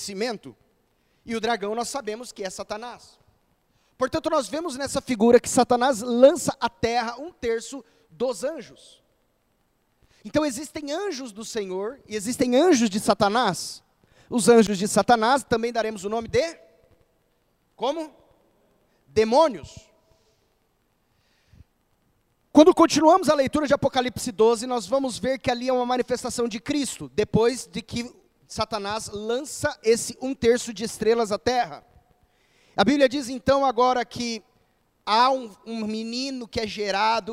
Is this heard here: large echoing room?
yes